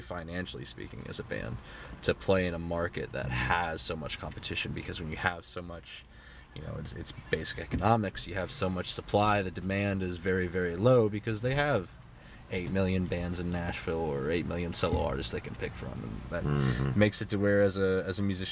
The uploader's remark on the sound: from the Paradise Inn on Pensacola Beach